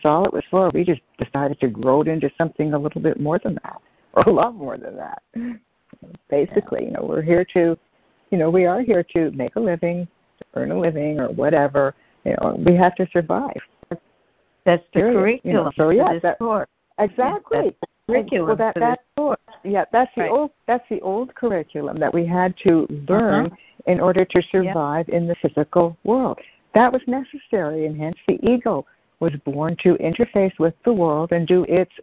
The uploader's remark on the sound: joining together on a Free Conference Call